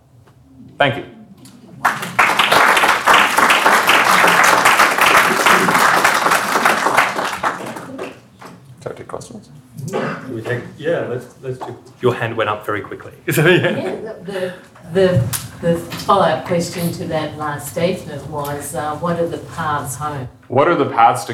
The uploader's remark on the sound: Recorded with permission at Yom Limmud, Sydney 2018.